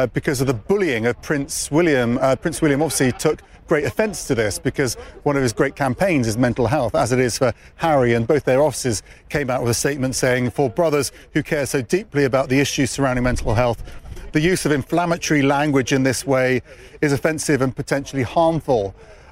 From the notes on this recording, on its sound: live from the New York Stock Exchange